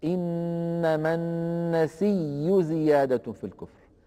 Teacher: ورش رحمه الله روى هذه الكلمة عن شيخه نافع إنما النسيء زيادة في الكفر، النسيء بياء مشددة مضمومة · أبدل هذه الهمزة ياء مضمومة وقبلها ياء ساكنة، فأدغم الياء الساكنة في الياء المتحركة بعدها